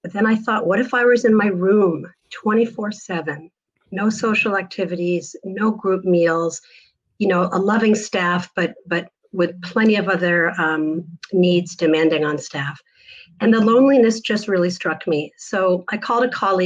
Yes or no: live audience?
no